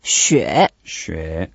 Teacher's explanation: It's a third tone, so we need to make an effort. Down, up